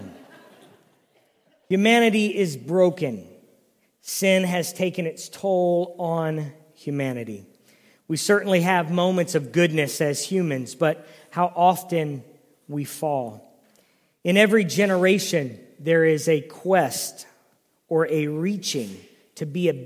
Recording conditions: large echoing room